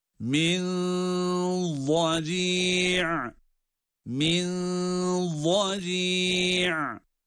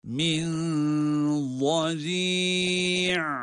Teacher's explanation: Nun'un gizli olarak okunması sesidir. Min dedik, ne zaman vad harfine, vad harfinin telaffuzuna başlıyorsak o zaman sesi kalınlaştırıyoruz. · Term: ihfa